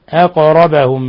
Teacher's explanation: أقربهم القاف ساكنة قلقل